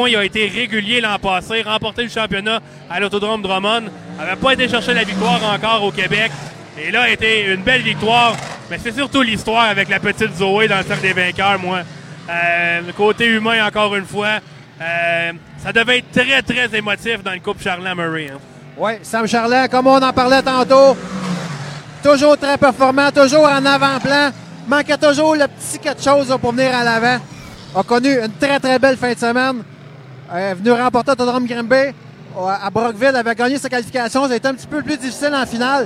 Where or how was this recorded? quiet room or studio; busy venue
busy venue